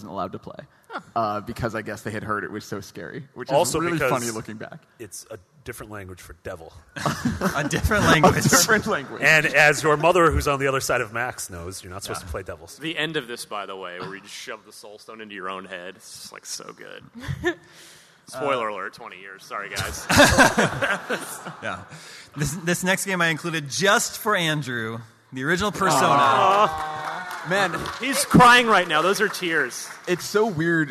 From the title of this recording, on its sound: IGN's PAX East 2016 Panel